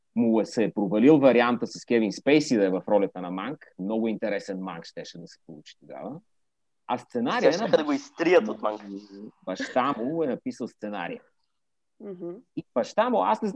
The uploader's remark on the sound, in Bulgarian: Тихо, филмът започва... по Zoom